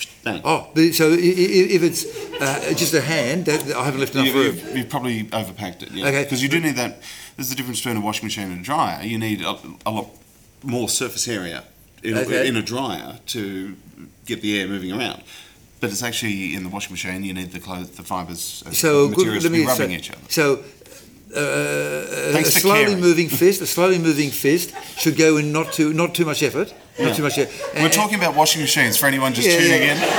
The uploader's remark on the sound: Live audio recording from #Skepticon 2017 held in Sydney.